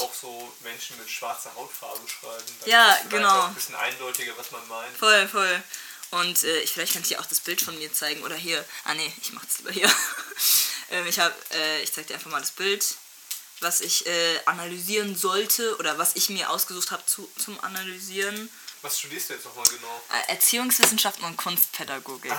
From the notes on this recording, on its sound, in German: Tut mir echt leid wegen der Audio.